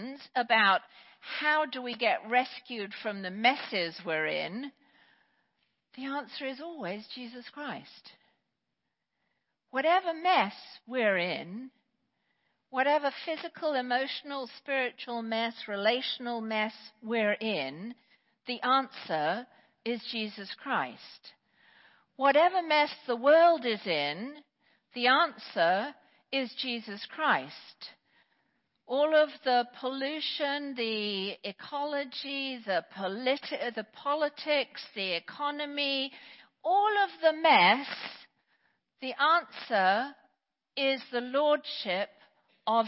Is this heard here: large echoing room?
yes